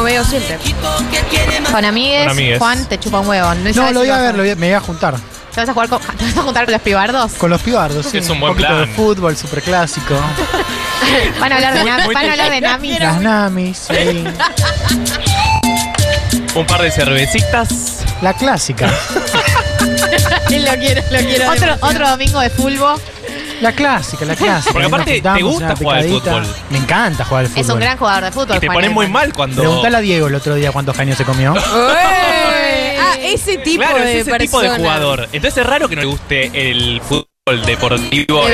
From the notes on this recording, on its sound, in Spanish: ¡Desde La Feria del Libro! Los problemas de sonido no son importantes porque tuvimos un programón en La Feria del Libro!